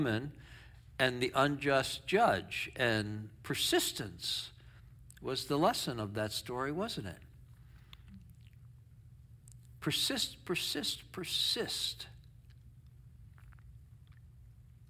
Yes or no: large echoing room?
yes